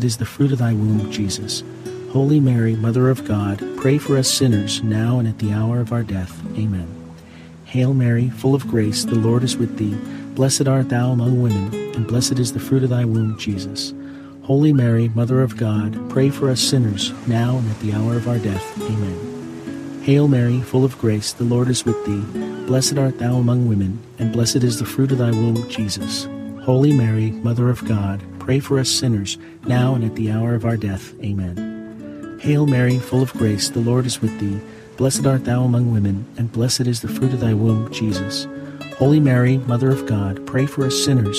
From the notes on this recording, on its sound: Experience ocean water crashing under the boardwalk, sounds from the pier and inspired melodies alongside this Friday rosary.